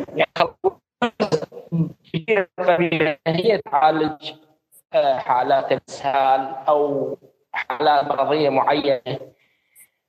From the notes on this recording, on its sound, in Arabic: تسجيل لمساحة ابن رشد الأسبوعية على منصة تويتر